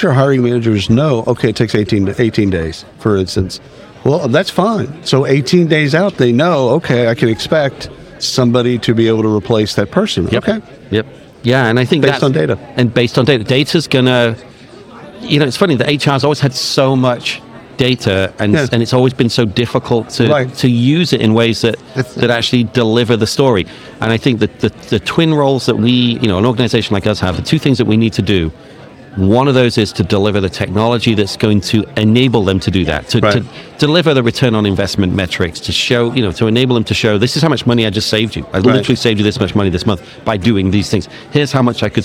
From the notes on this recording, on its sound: travels to the isolved Connect User Conference in Palm Springs